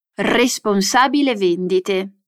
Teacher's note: Nota bene la pronuncia della R, è più vibrata.